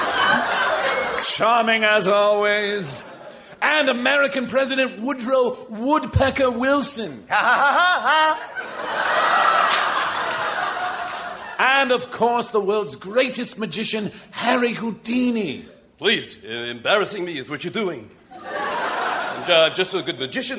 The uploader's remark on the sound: Recorded Live 10/13/2012 at Largo, Los Angeles.